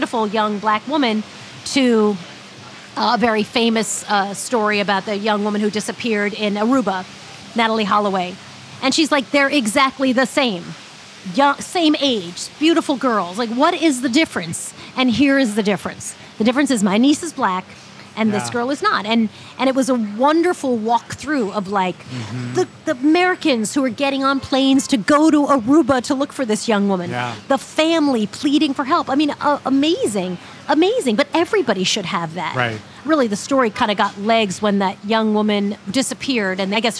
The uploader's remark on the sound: This episode of Dinner’s On Me was recorded at Harlem Shake in Harlem, NYC.